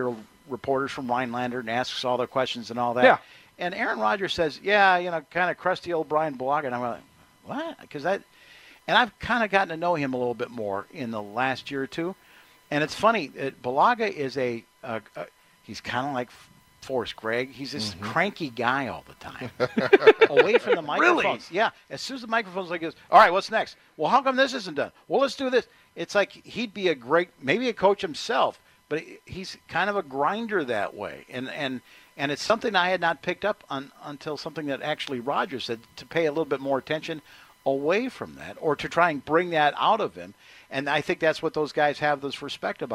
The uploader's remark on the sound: We are live at Blain's Farm and Fleet on 6th and Rawson in Oak Creek for our 13th annual WSSP FAN Toy Drive.